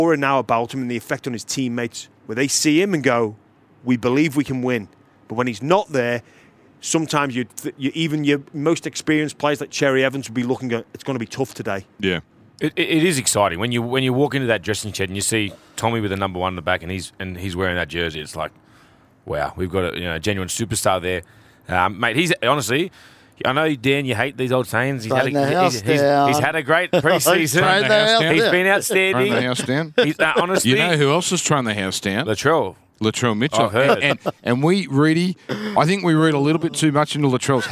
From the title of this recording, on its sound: We Are Live From Allegiant Stadium